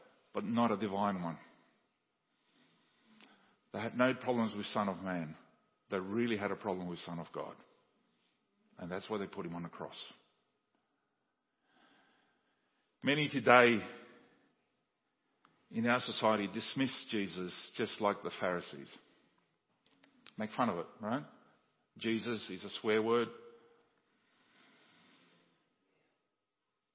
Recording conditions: large echoing room